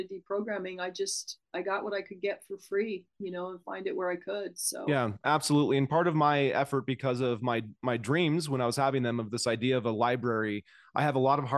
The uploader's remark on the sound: Zoom Chron Interview